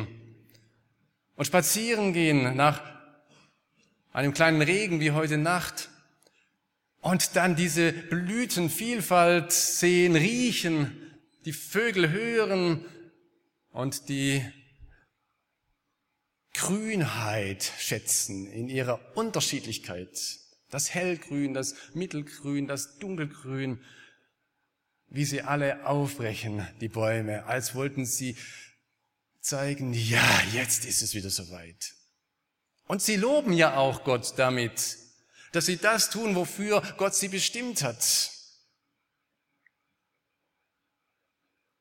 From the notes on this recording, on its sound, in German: aus dem Gottesdienst der Liebenzeller Mission